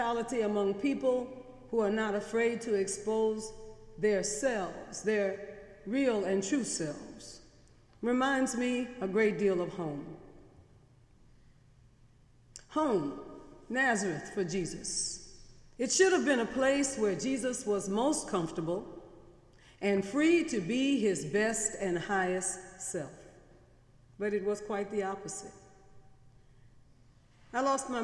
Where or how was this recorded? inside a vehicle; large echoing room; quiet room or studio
large echoing room